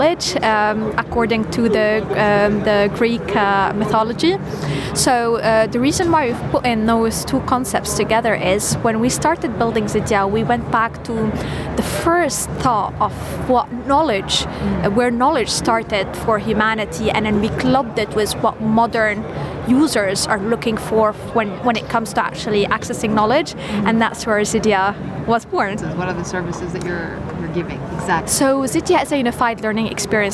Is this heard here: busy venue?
yes